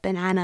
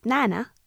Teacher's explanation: deleting weak syllables so that banana becomes nana